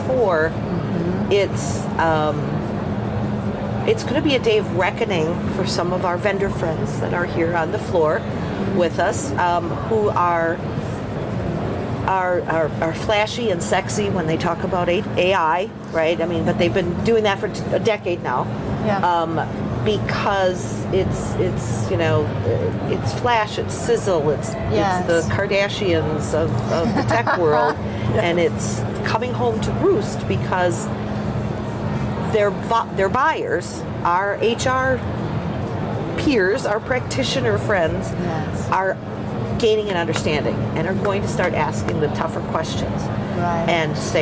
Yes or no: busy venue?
yes